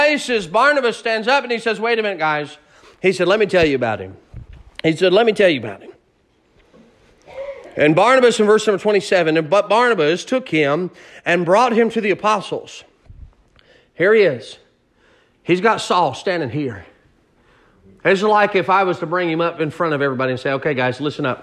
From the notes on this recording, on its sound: Sermon preached at Mid County Baptist Church in Nederland Texas